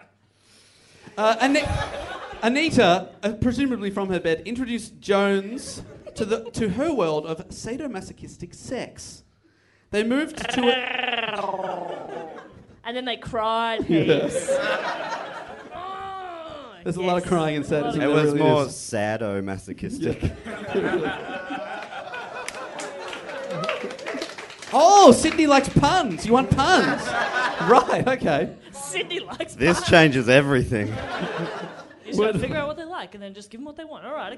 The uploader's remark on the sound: This super fun episode was recorded live at The Chippo Hotel in Sydney.